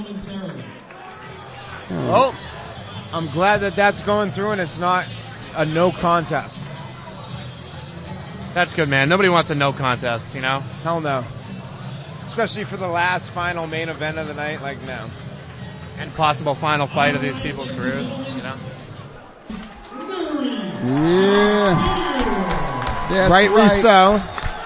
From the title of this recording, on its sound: LIVE from Combat Zone 57